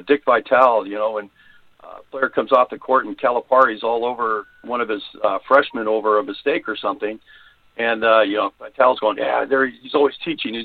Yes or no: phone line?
yes